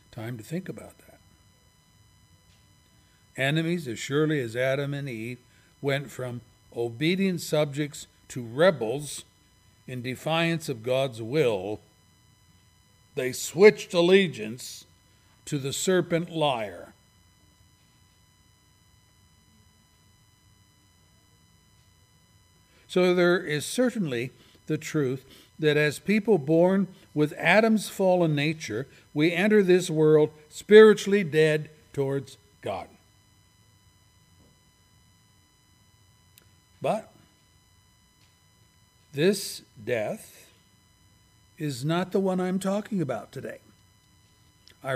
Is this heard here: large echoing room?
yes